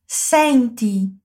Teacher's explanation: Com a vogal E aberta